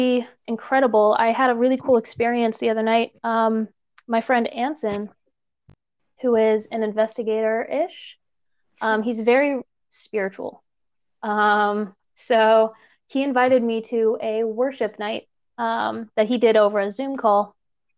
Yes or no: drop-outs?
yes